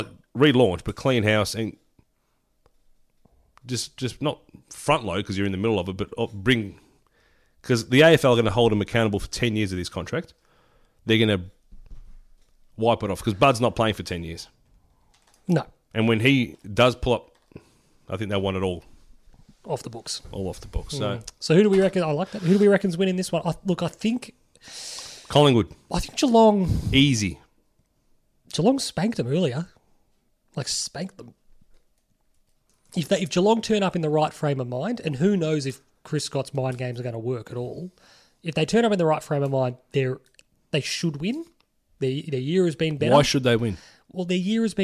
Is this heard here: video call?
no